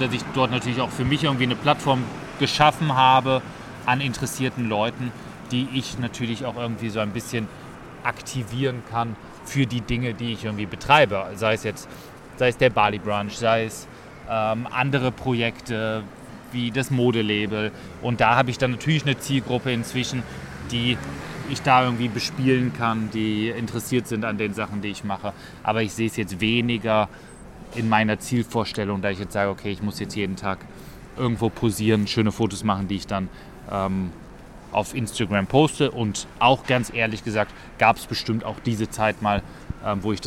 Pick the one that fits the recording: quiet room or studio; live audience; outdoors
outdoors